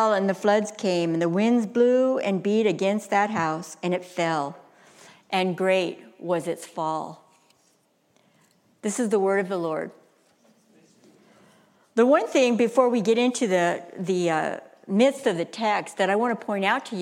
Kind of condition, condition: setting, live audience